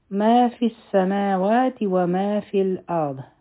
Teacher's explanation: ما دوه حرکه په السماوات کې به میم او واو دوه دوه حرکه راکاږو